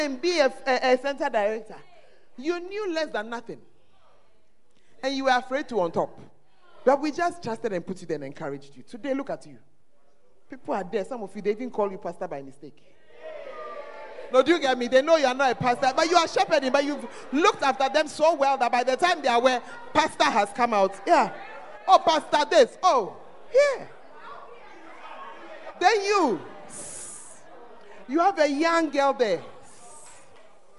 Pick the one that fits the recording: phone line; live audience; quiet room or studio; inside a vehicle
live audience